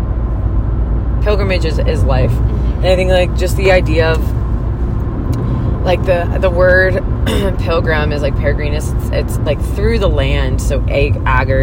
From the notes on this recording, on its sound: are in the car